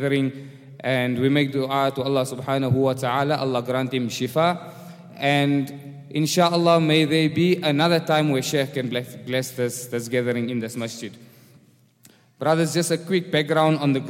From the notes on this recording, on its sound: Programme at the Houghton Masjid (West Street)